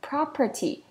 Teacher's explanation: 它的重音在 PRO 的地方